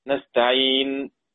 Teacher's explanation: نقف على نستعين بالسكون ونعطي إشارة لمن ينظر أن أصل هذه النون ضمة فنضم الشفتين بدون صوت · Term: الاشمام